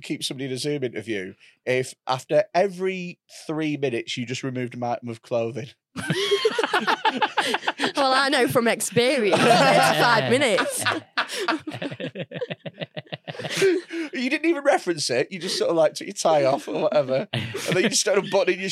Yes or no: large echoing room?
no